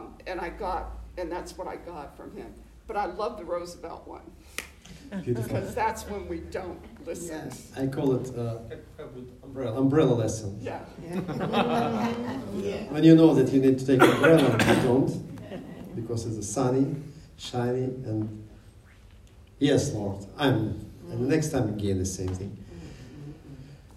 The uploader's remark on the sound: Videos recorded live at Jewish Messianic Congregation of Jacksonville.